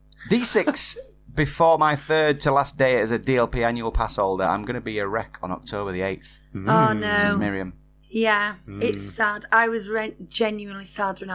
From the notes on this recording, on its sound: We’re live from 8:30 BST every Sunday. Apologies for the low level buzz throughout.